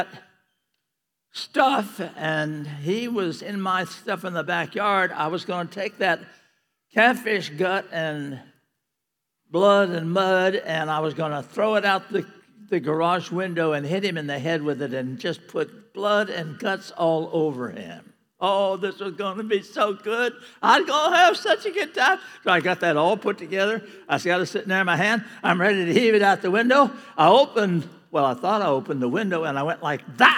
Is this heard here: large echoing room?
yes